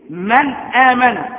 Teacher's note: إخراج كل حرف من مخرجه من غير غنة · Term: الإظهار